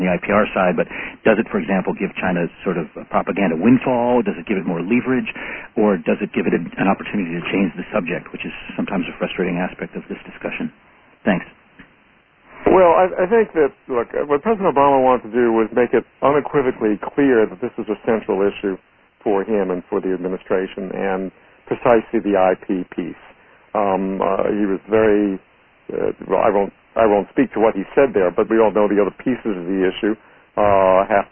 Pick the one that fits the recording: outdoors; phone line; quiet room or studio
phone line